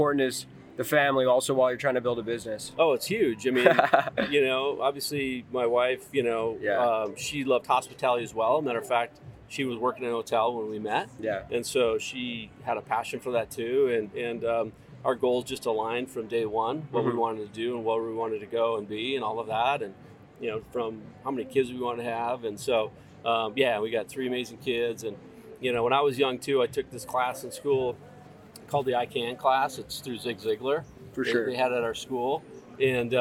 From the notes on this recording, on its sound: I decided to pack my laptop and microphone to the poolside that day, and the result was an amazing in-person podcast conversation! LIVE FROM PALM SPRINGS! I decided to pack my laptop and microphone to the poolside that day, and the result was an amazing in-person podcast conversation!